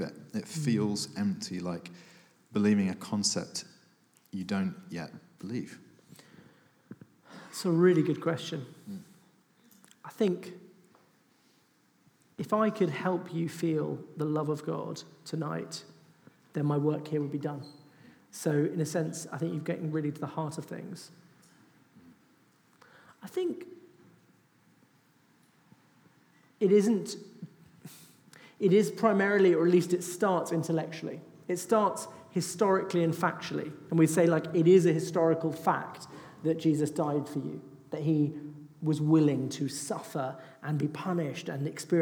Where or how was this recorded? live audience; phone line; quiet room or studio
live audience